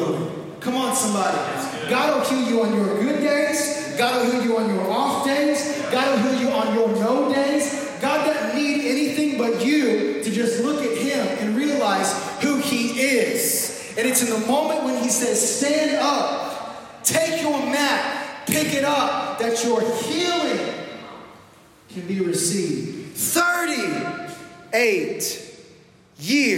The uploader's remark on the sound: This message was recorded live at our first pop up service.